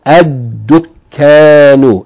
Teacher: Again, addukkan, dukkan, it begins with a sun letter, dal. So the dal has a shadda telling you don't say al dukkan, but rather double the dal